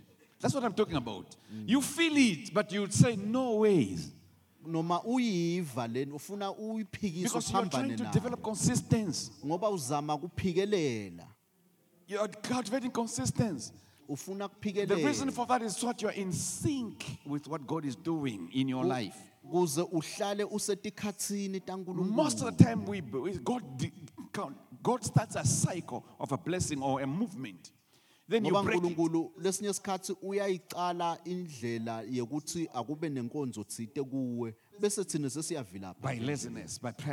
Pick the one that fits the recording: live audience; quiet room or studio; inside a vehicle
live audience